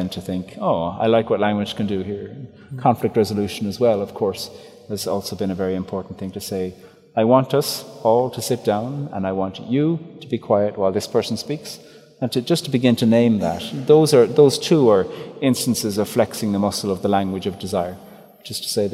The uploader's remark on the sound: Live at the cathedral. In St John's Cathedral for a live recording of this conversation.